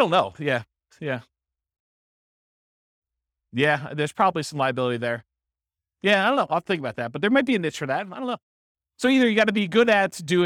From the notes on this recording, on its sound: This was a live class recorded.